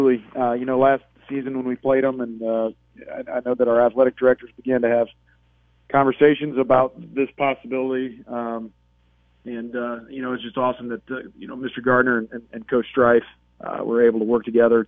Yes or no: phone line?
yes